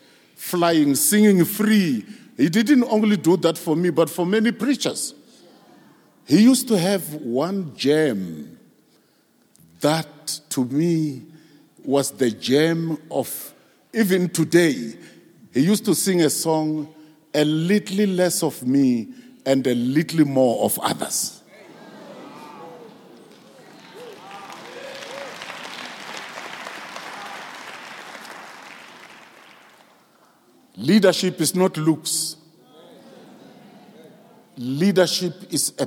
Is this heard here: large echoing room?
yes